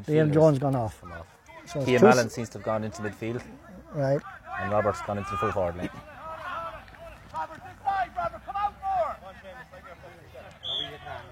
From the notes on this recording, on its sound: Full Live Audio Commentary from Dromod